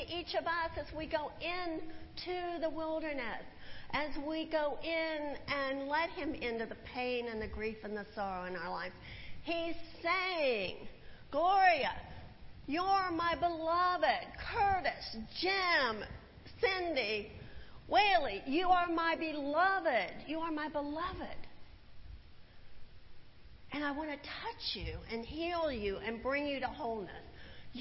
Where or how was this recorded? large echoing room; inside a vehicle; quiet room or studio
large echoing room